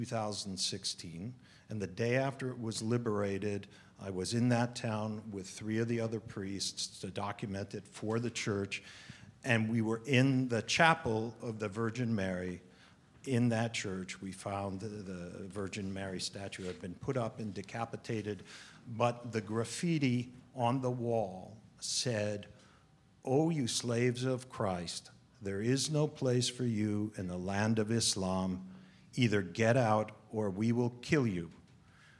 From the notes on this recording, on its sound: Highlights from the GIVE TO LIVE benefit held in Los Angeles recently.